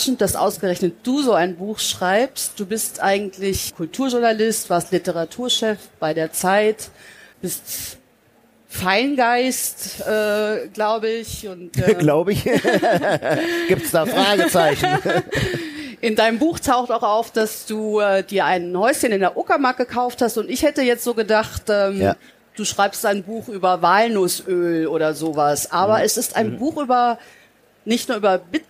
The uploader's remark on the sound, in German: April 2023 auf der Leipziger Buchmesse aufgezeichnet.